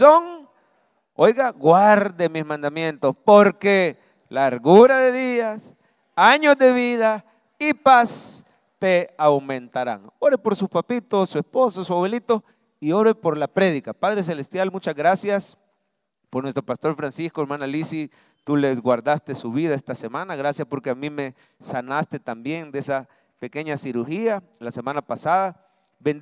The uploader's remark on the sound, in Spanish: Mensaje predicado en vivo desde el Centro Familiar de Adoración